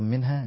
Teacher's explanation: نون ساكنة بعدها حرف الهاء إظهار حلقي. منها نون ساكنة اجتمعت النون والحرف في كلمة واحدة منها.